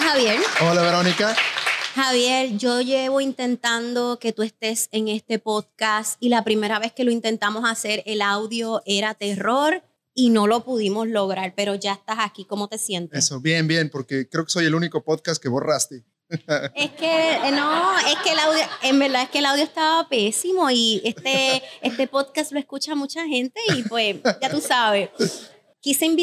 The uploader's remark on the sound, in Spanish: En este episodio grabamos en VIVO desde el lanzamiento de mi nuevo libro